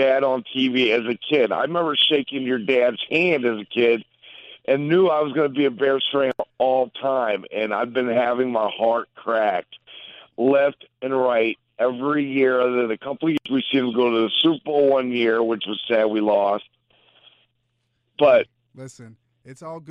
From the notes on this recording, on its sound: take phone calls